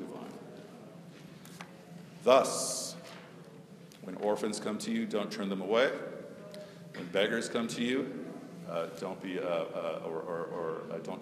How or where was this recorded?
live audience